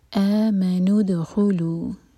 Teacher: دال پر سکون ہے تو دال پر قلقلہ کریں گے، دال کو باؤنس کر کر پڑھا جائے گا